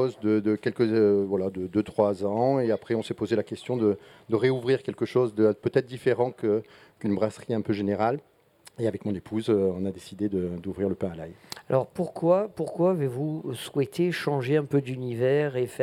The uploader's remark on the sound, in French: Radio Grenouille au Street Food Festival. Dans le cadre du Street Food Festival 2023, le Grand Pastis délocalise son plateau et s'invite au pied de la Cathédrale de La Major pour l'occasion.